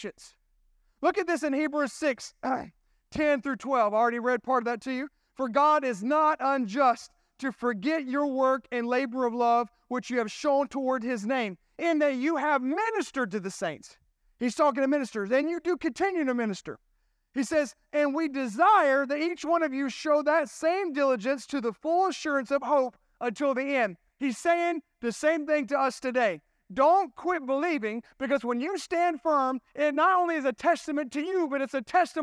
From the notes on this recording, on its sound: This sermon was recorded at Family Worship Center in Columbia, SC on Sunday, July 16, 2023.